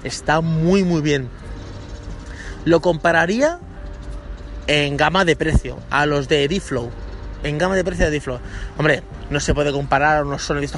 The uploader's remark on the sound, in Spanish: el podcast de hoy grabado en el parque